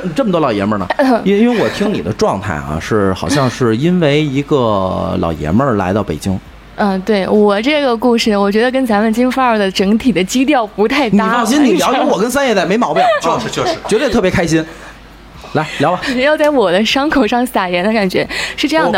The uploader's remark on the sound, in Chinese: 线下聚会特辑。很高兴有许多小伙伴到了现场与我们主播一起活动交流。这期节目就是随机邀请当天到场的朋友们来参与录制的。